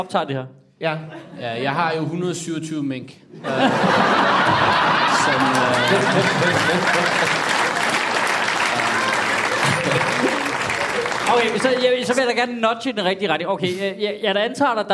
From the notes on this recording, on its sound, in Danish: Afsnittet er optaget live på Comedy Zoo.